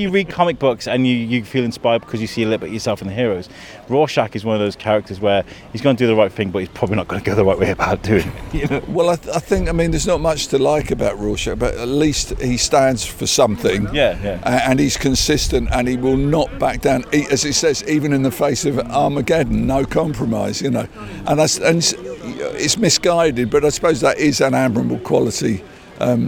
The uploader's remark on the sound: takes a walk through Shrewsbury's finest comicbook festival